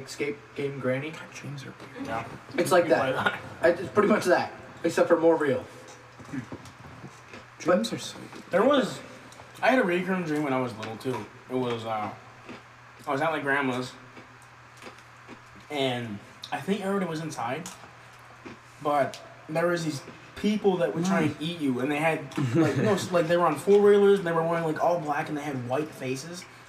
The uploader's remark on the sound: We sincerely apologize for the "echoing" in this weeks episode.